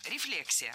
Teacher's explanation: В этом слове ударение должно падать на второй слог.